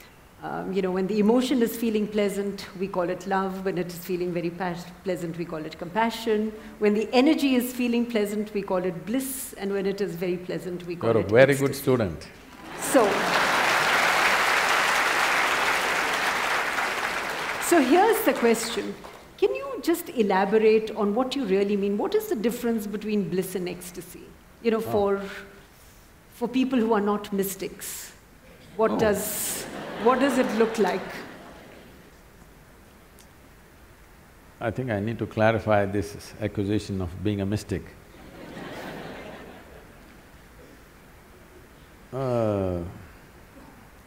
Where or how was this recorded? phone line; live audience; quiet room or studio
live audience